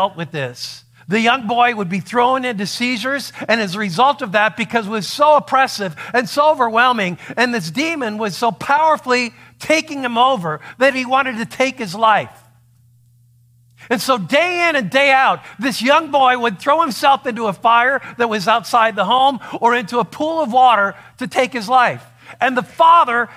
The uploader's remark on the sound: a sermon that he preached at Saving Grace Lutheran in Queen Creek, Arizona